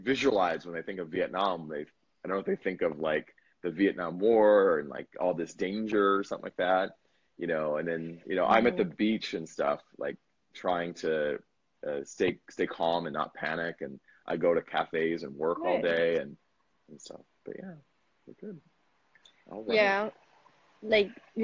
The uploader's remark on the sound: I did an Instagram Live and interviewed a friend